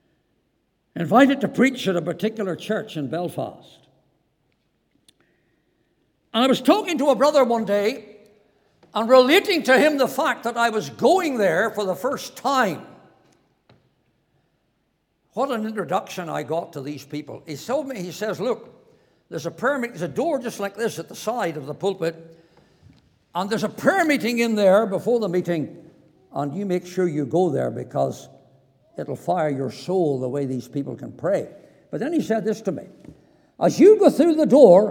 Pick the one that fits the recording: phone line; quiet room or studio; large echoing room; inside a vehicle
large echoing room